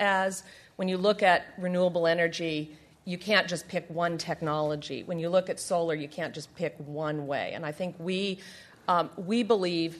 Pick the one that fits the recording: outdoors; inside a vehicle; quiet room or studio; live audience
live audience